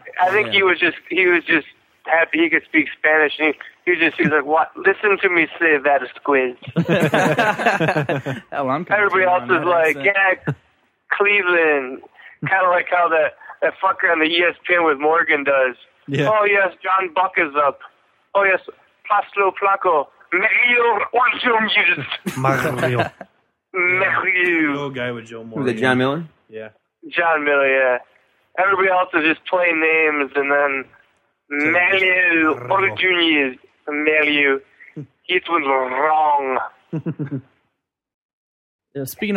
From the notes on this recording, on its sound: on the phones